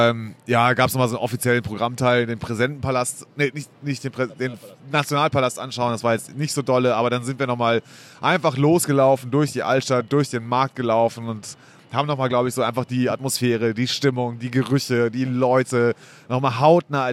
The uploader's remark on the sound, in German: Die Aufnahme erfolgt vom Flughafen in Toronto, weswegen die Tonqualität nicht ideal ist.